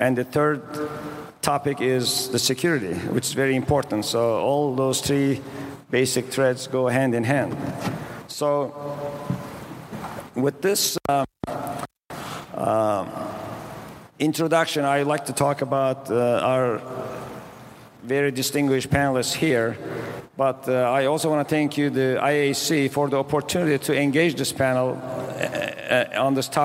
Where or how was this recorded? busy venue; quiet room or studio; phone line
busy venue